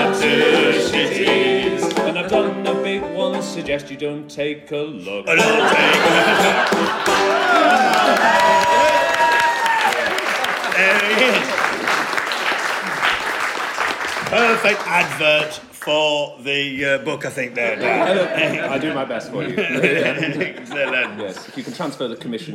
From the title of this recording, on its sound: Live From The … Suffolk Weekend 2018